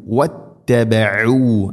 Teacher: عين തൊണ്ടയുടെ മധ്യഭാഗമാണ് മഖ്റജ്.